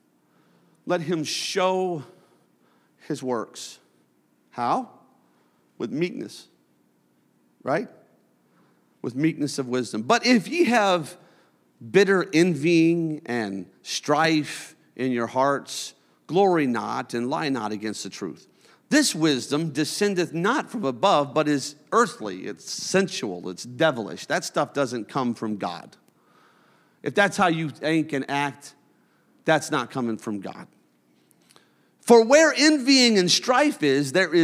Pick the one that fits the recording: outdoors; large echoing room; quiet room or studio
large echoing room